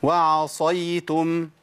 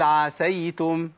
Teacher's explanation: الفرق بين الصاد والسين التفخيم اللي هو الاستعلاء والاطباق